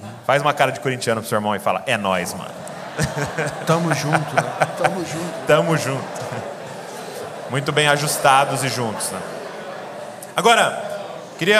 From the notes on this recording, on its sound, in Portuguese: gravamos esse bate papo ao vivo na conferência LIDERE COMO JESUS